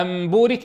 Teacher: فالميم تشترك مع النون في الجزء الخيشومي وتشترك مع الباء في الشفتين، فصارت هي أيسر الحروف أن ننتقل إليها حتى تجمع بينهما. · Term: القلب